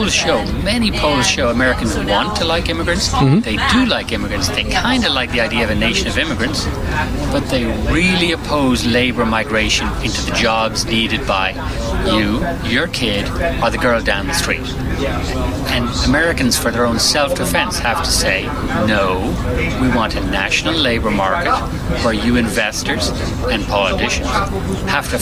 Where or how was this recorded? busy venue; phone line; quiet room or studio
busy venue